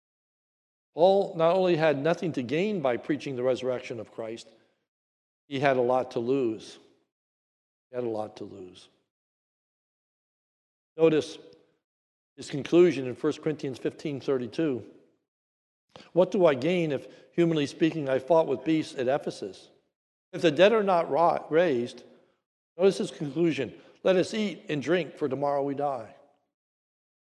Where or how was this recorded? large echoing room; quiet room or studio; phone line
large echoing room